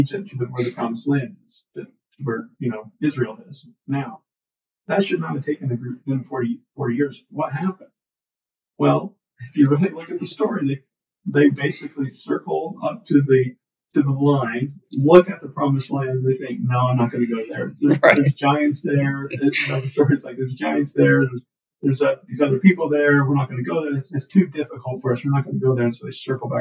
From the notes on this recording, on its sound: There were some audio issues when recording this episode